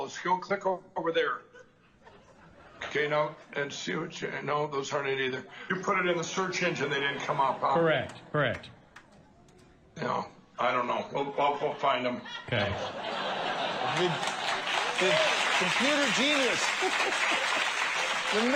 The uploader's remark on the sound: Live At Worldview Weekend Annual Ozarks Event